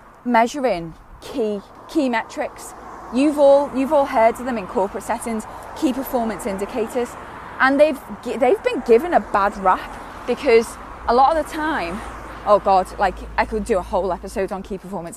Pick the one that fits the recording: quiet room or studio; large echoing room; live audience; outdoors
outdoors